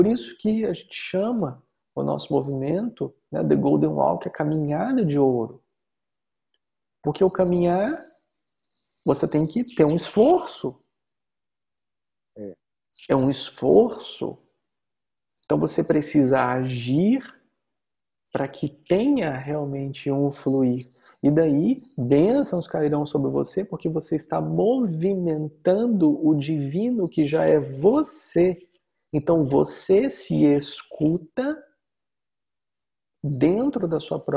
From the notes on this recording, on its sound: Online via Zoom